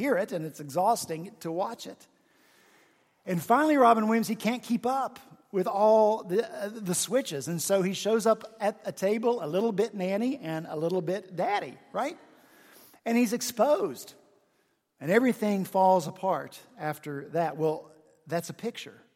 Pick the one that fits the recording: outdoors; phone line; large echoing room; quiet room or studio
large echoing room